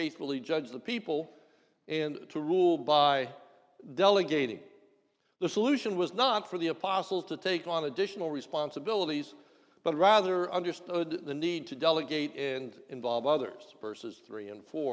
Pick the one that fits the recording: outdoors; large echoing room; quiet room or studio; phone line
large echoing room